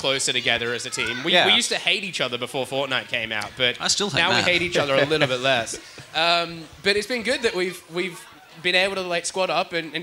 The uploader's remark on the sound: Live at Federation Square. Cast live from Federation Square.